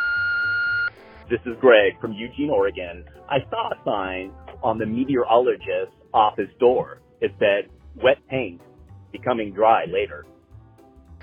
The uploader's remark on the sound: I have compiled jokes recorded by our listeners through my voicemail service.